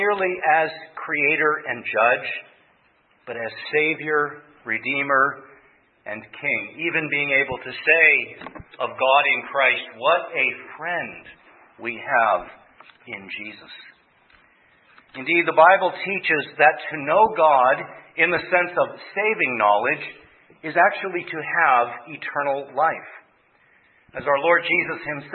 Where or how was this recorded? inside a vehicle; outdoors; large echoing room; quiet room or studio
large echoing room